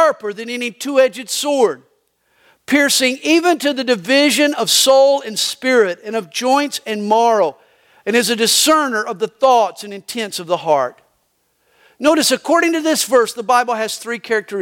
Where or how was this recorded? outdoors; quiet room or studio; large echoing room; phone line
large echoing room